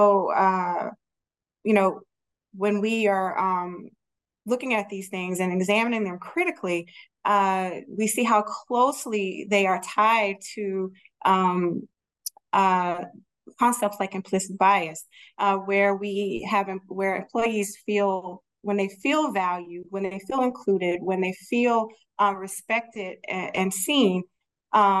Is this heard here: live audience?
no